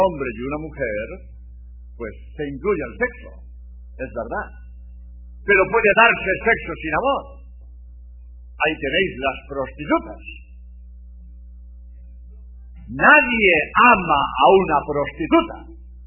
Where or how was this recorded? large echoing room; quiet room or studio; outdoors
large echoing room